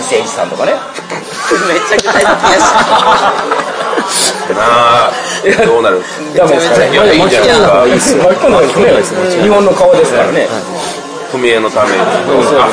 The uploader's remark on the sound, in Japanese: ゲームマーケットで収録。ゲームマーケット2017秋の１日目終了後の打ち上げ会にて。